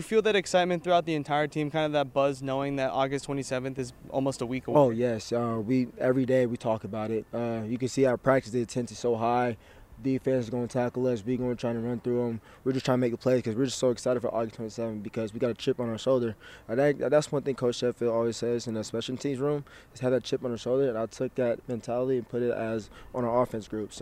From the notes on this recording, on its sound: HNN Overtime’ goes on the road to UH football fall training camp. Go on location to the University of Hawaii for Rainbow Warriors football training camp.